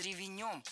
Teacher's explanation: Ударение в русском языке подвижное, и оно у нас передвинулось на окончание. И беглой гласной здесь быть не должно.